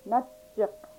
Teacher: Ch, which is a sound between the ch and a j sound.